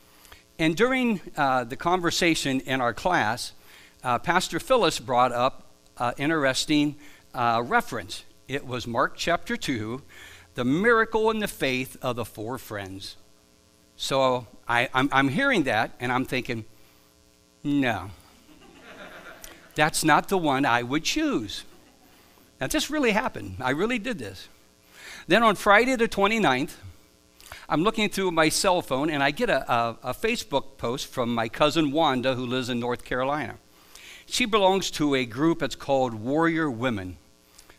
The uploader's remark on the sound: Live from The Summit Church in Dover, OH.